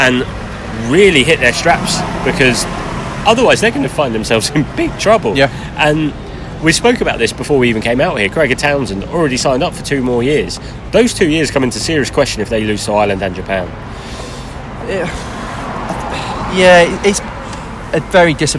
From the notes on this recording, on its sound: on the streets of Shinjuku